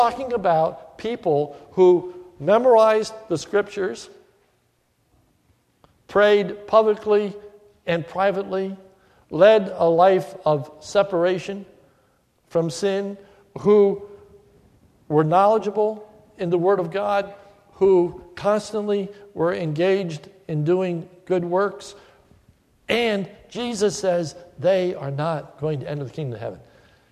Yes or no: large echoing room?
yes